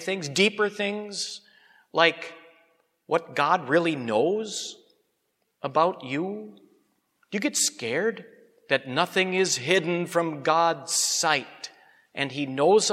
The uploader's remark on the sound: Sermon on Hebrews 4 preached at Grace Lutheran Church.